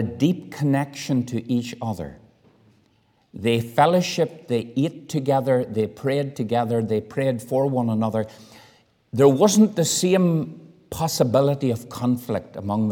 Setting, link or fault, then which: setting, large echoing room